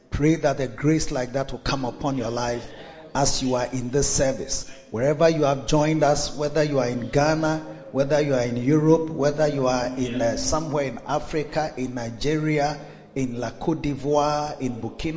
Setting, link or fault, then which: setting, large echoing room